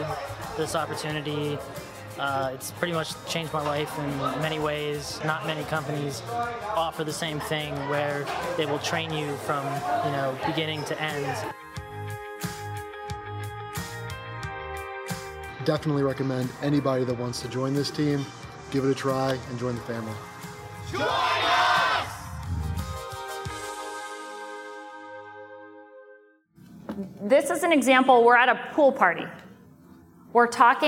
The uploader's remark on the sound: from the Lab Coat Agent Live event in San Diego